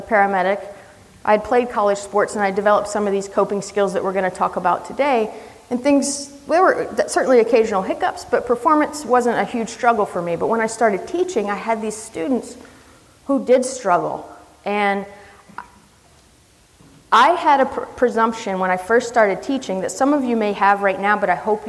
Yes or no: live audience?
yes